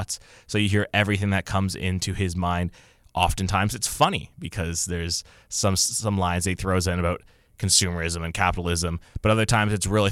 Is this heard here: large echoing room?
no